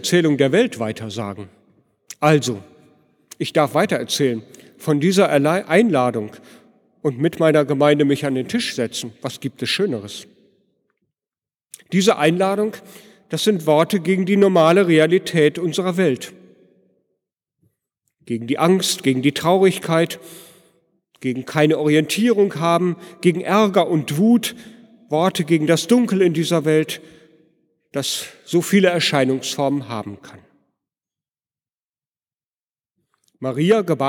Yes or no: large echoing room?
yes